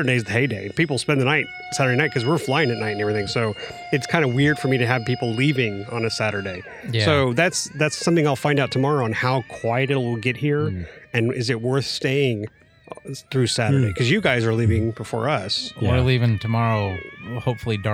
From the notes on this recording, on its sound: At Joe Nall. This was recorded outside so there's a bit of background noise.